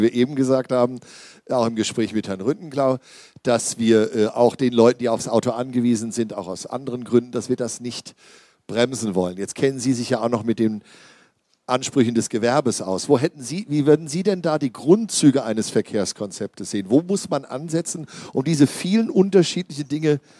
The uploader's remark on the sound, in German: Sachma - Der Podcast - LIVE aus dem Kulturcafé Groß-Gerau. Talkrunde.